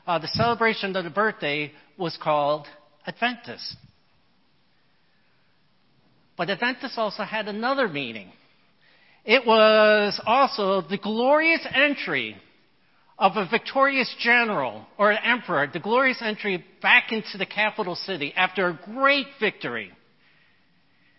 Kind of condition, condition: setting, large echoing room